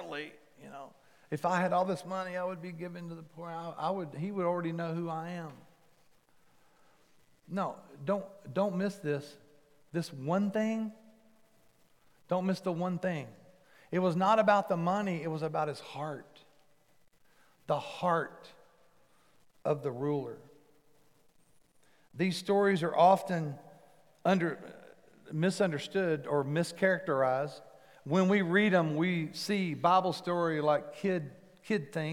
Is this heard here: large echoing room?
yes